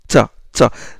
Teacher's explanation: Ce sont des occlusives, le ta, le del et le ta, apico-alvéolaires, et à l'apex qui touche les alvéoles des dents supérieures. La pointe de la langue, ou la partie antérieure de la langue, il s'appuie contre les alvéoles des incisives supérieures. Quand il touche les incisives supérieures, les alvéoles des incisives, on a le T.